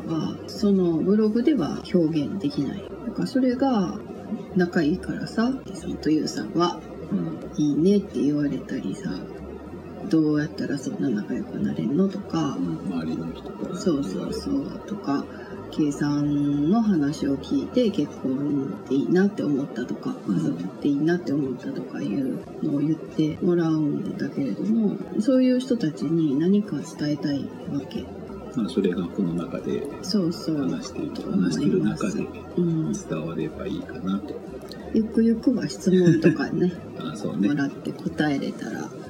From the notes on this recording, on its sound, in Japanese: 録音環境がまだ整ってないので、ノイズが大きいですが、 次からはもう少し改善できる・・・かな？